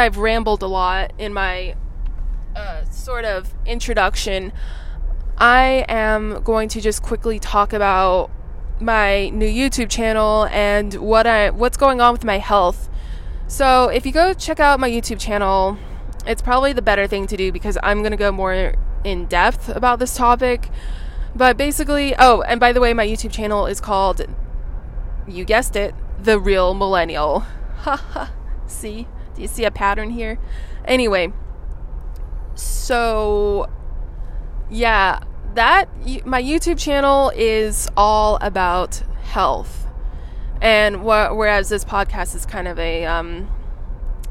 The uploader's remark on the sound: Driving in my car, talking to you